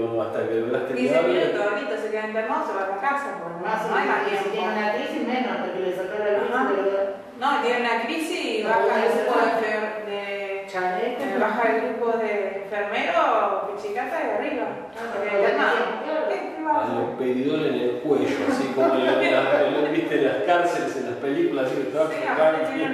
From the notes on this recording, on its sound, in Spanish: Sepan disculpar la calidad del audio, ya que en realidad no se iba a utilizar para un podcast.